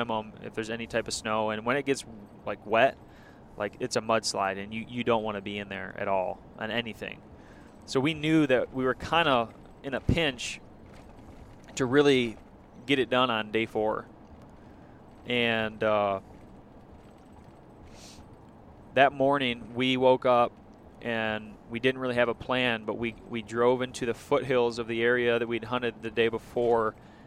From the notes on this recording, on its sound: This is the podcast we recorded on the way back home after leaving Wyoming.